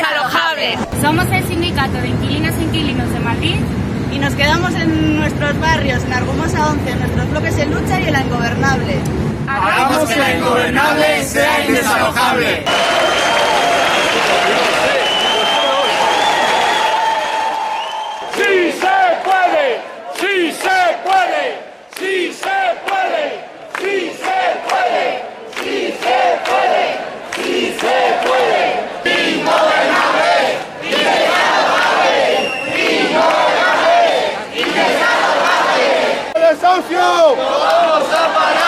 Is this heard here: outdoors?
yes